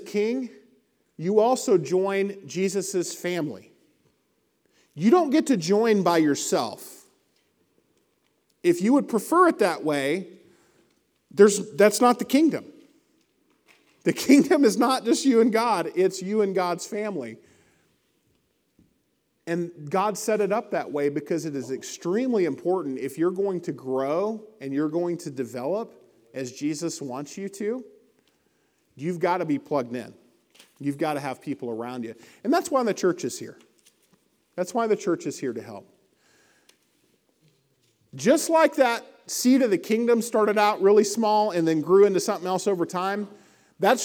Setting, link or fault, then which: setting, large echoing room